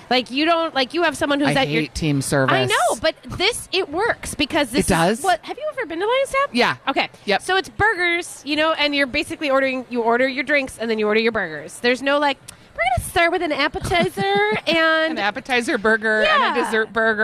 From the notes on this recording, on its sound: Live at Fit Fest!